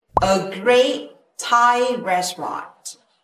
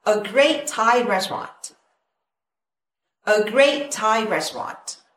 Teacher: trong này mình có chữ great có âm t Thai cũng có âm t. mình ghép hai cái này thành một